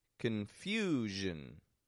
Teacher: Three-syllable word. The stress is in the second syllable. The vowel gets stretched out in there a little bit longer, and then the zhin, quick and quiet.